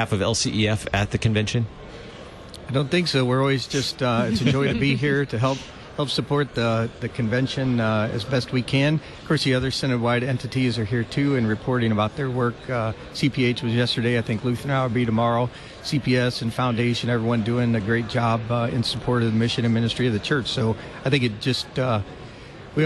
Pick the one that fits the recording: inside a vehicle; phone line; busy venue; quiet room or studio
busy venue